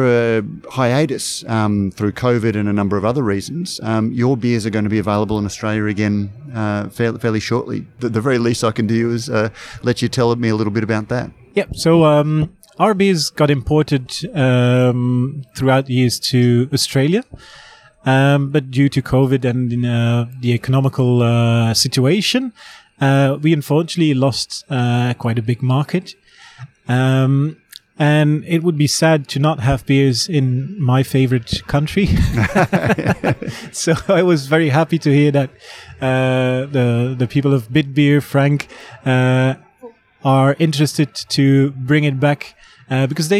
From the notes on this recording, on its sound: Felons in Brisbane, where the interview was recorded